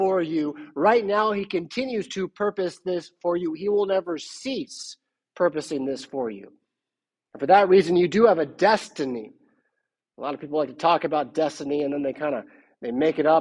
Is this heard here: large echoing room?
yes